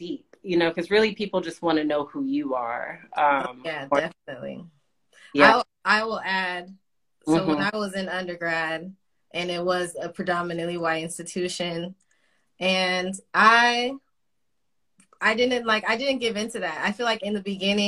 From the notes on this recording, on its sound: IG Live discussion